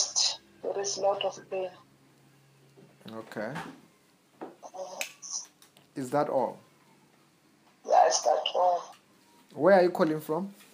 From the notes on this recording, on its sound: healing over the phone